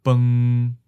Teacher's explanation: it starts in the middle of your register and it held flat at that pitch for the whole syllable. Know that the southern pronunciation tends to be a bit lower in the register, but it still stays flat. · Term: seventh tone